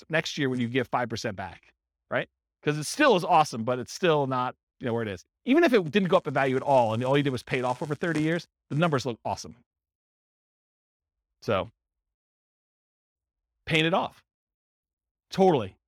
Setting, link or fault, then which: setting, live audience